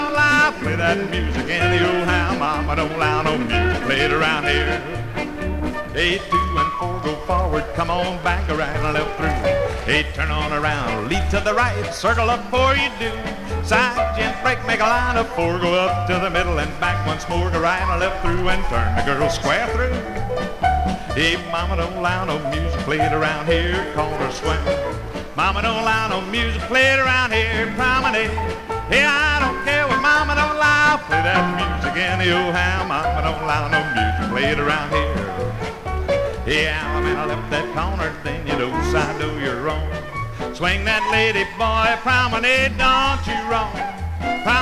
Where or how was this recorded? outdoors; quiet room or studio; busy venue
busy venue